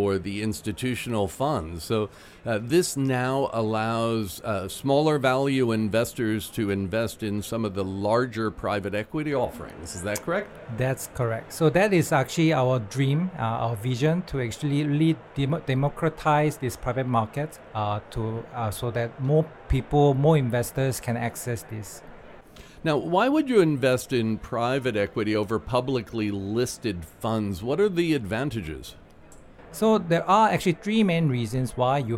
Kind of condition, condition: setting, busy venue